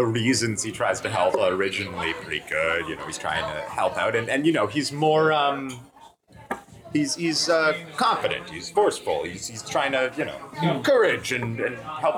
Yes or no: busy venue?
yes